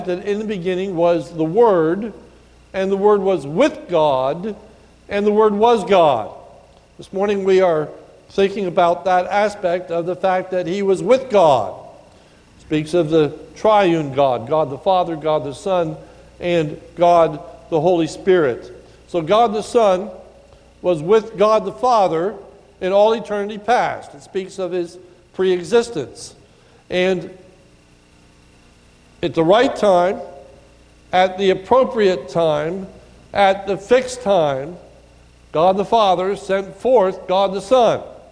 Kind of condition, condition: setting, large echoing room